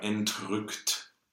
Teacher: In German, this T is not dental, right? It's aspirate.